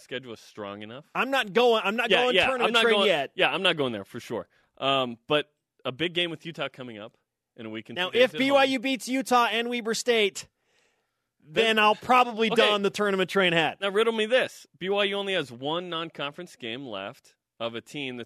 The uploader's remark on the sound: on the phone